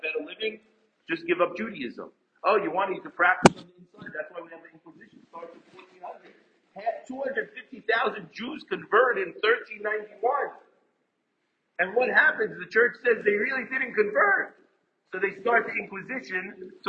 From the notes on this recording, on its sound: Apologies as the recording goes in and out